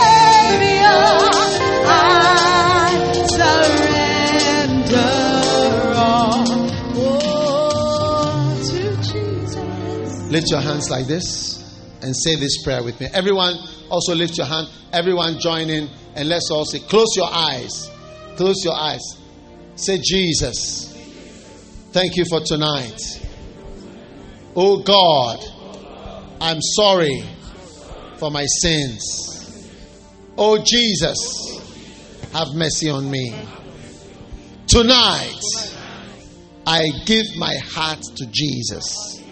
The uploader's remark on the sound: Preached at the First Love Church on 31st December, 2015.